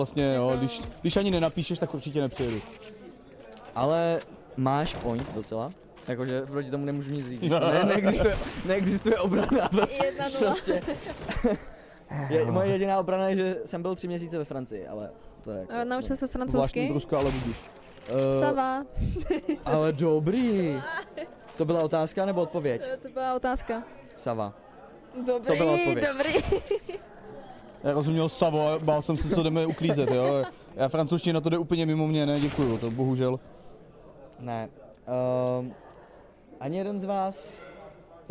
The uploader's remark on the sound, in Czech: Na RETAKE festivalu jsme živě rozebrali